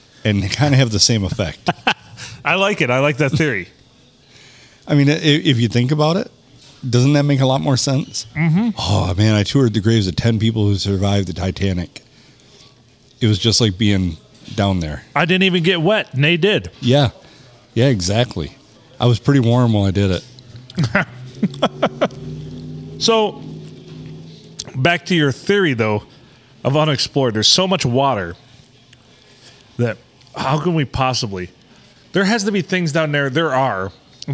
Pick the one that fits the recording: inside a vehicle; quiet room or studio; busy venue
busy venue